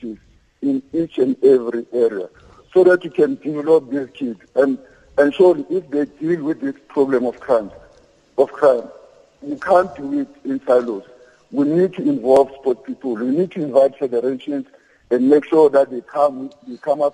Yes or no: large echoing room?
yes